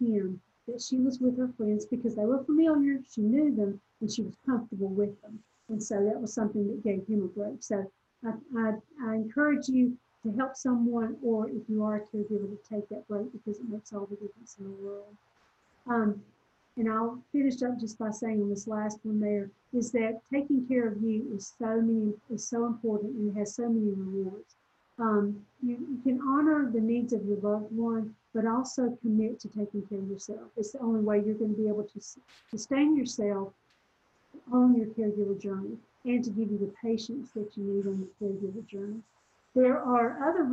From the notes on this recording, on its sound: This recording is from a Zoom presentation